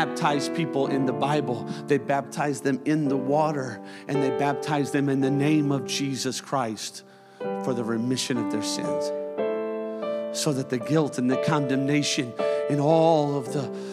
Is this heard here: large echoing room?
yes